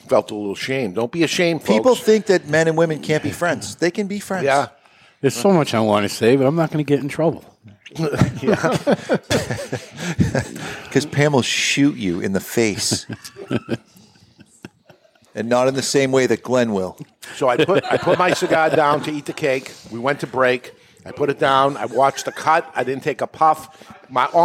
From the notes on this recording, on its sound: This week on The Cigar Authority Live from the Toscano Sound Stage in Salem, New Hampshire. The Cigar Authority is a member of the United Podcast Network and is recorded live in front of a studio audience at Studio 21 Podcast Cafe upstairs at Two Guys Smoke Shop in Salem, NH.